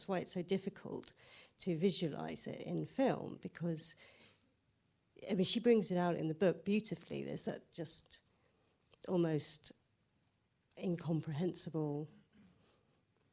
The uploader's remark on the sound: Recorded at the Science Museum.